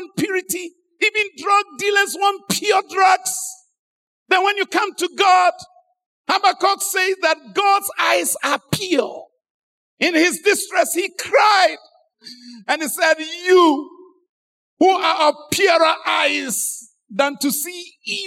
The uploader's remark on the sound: Sermon preached at Adabraka Campus